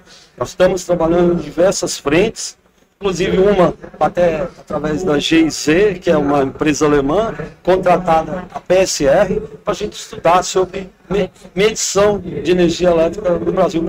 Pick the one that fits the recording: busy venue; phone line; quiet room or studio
busy venue